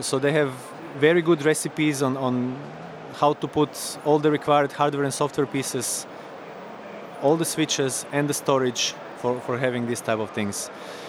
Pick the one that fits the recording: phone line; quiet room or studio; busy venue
busy venue